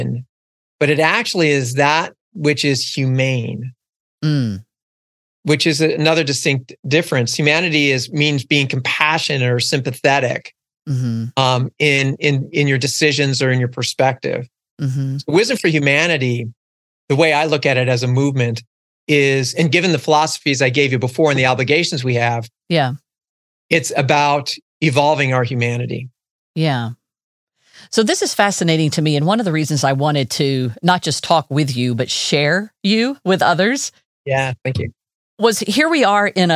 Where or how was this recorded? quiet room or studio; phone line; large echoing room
quiet room or studio